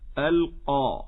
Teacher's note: القاف حرف مجهور لا يجوز همسه، لأنك إن همسته شئت أم أبيت جعلته كافا مفخمة · Term: همس القاف